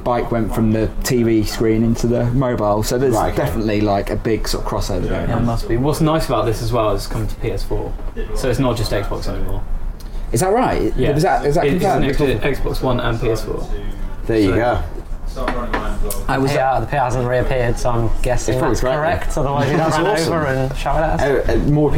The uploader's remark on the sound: Headed down to London's finest video game hangout, the Loading bar in Soho for a special live podcast. It's a little bit noisy, but you can make out most of what we're rambling on about.